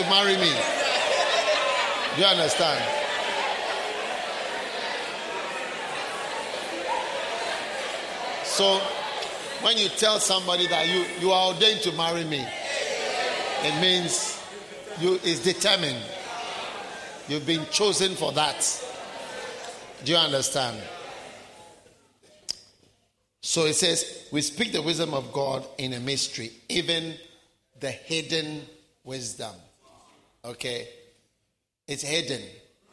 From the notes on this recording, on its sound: Preached at the Wisdom Impartation Service.